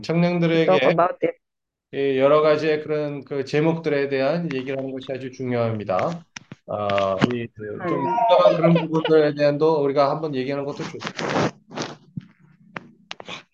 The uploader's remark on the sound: Zoom meeting.